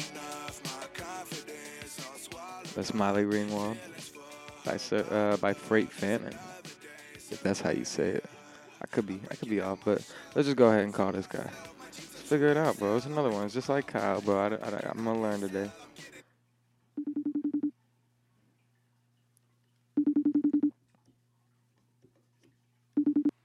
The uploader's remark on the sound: Another phone-call interview with a talented guy out of Detroit.